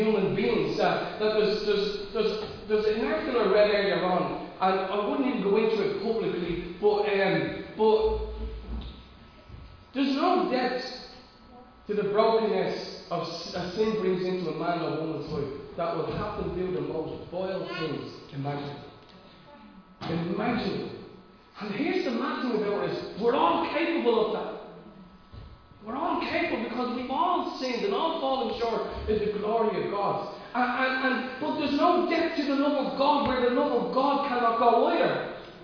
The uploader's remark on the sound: Recorded live at Liberty Church on 26th July 2020